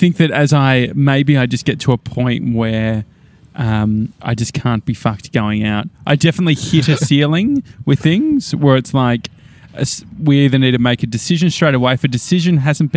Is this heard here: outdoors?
yes